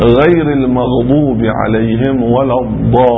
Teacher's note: المد اللازم الكلمة المثقل ست حركات